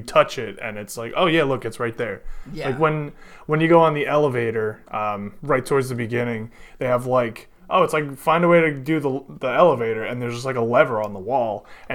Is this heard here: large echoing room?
no